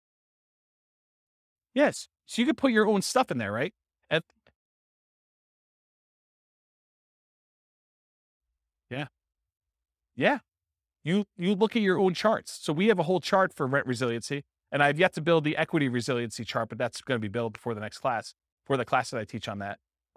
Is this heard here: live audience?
yes